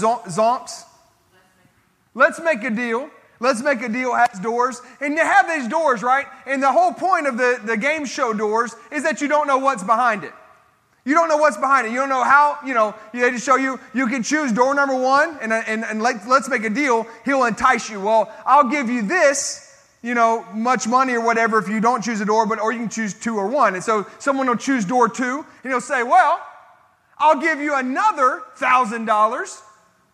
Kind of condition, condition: setting, large echoing room